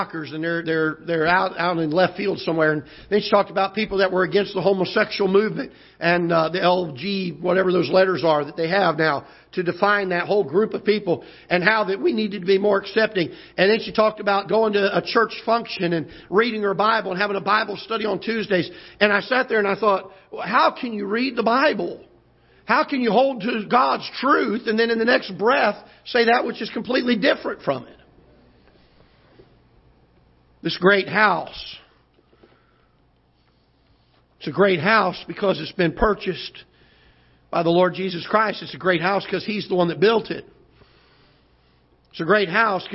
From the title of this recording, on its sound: Ketha Heights Baptist Church ~ Live Broadcast